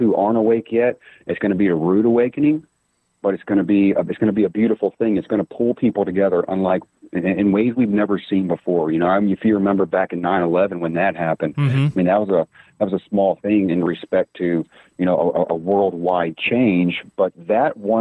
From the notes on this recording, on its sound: We also have a call